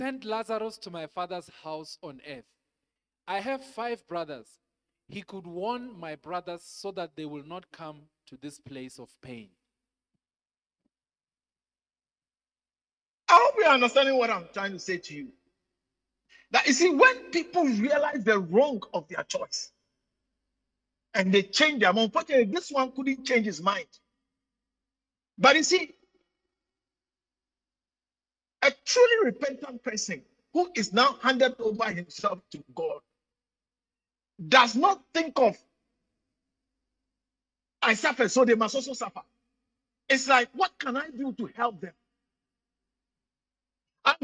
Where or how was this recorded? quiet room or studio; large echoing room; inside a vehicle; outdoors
large echoing room